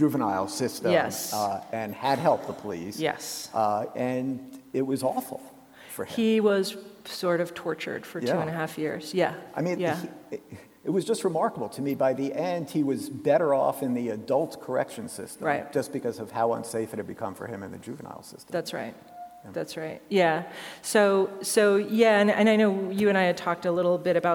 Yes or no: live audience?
yes